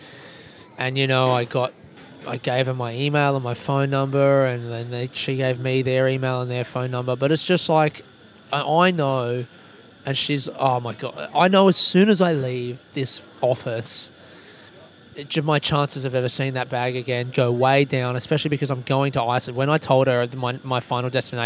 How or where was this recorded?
busy venue